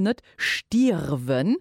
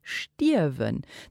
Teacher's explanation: Den R ist auf der Platz vokalisiert · Shown in: second take · wie dann der Linguistik heißt, weil den R ist natürlich kein Vokal mehr.